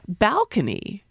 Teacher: with the stress on the first syllable